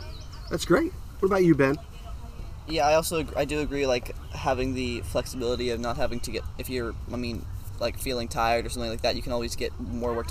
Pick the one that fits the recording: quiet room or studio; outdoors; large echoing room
outdoors